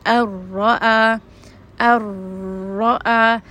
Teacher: So ra, if you notice, has a little bit of a repetitive sound. So when you say the letter ra, there is going to be a little bit of a trilling sound · Term: takrir